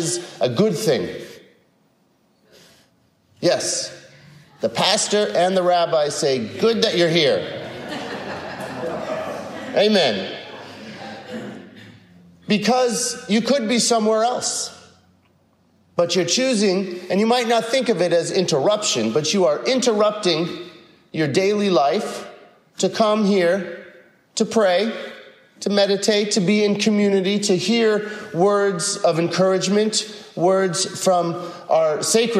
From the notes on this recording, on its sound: a recent sermon (5/29/22) he delivered at San Marino UCC